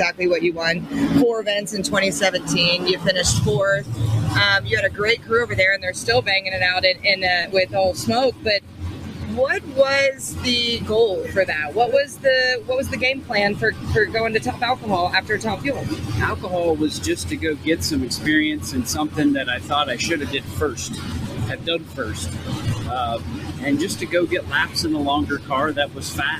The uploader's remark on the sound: Right Off Track is quite actually 'off track' as we are live from the pits of Elite Motorsports from the Vegas 4 Wide NHRA Nationals.